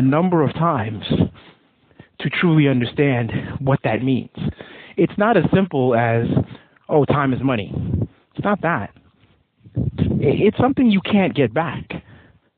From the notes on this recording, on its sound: Admittedly a bit windy (please bear with the RAW AUDIO) as this was recorded outside. Sayville , NY.